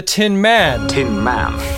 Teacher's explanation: everyone emphasizes the man part of Tin Man